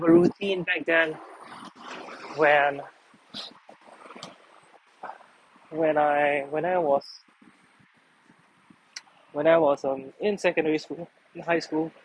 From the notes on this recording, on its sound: It was 4am in the morning and I was taking a walk out and I decided to go on a rambling… it’s been awhile since I’d recorded an episode so raw (outside).